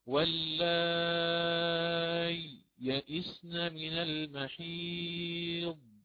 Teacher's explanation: فهنا أتيت بإشباع المد، وأتيت بياء ساكنة مظهرة بينتها، ولكن مع سكتة لطيفة، أسكت سكتة لطيفة، أعيدها واللائي يئسن من المحيض.